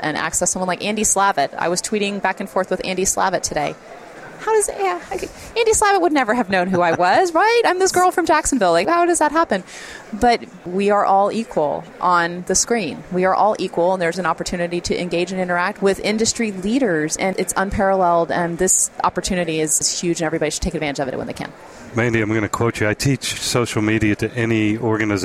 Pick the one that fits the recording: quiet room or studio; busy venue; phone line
busy venue